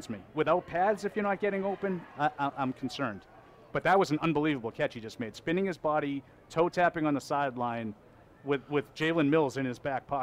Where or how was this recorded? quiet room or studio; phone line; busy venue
busy venue